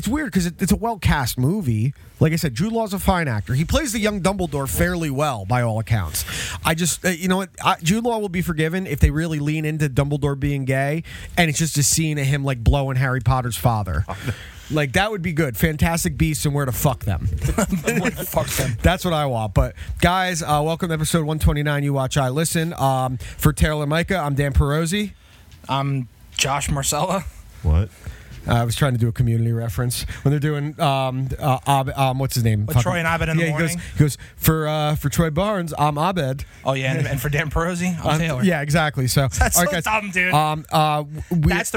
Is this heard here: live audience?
no